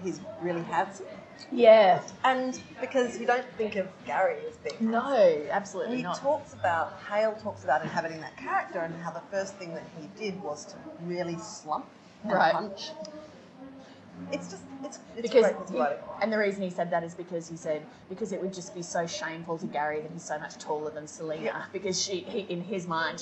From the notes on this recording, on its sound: Warning: bad audio quality!